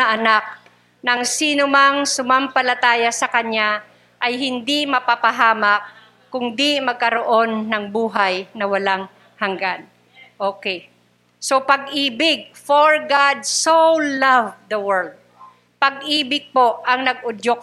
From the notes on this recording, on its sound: Recorded live at The Shepherd Of Faith Family Church on February 13, 2022.